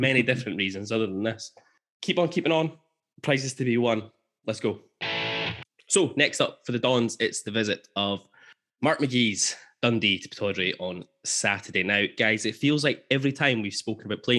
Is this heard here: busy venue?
no